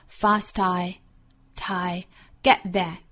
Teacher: 在 t 的位置顿一下，不发这个音了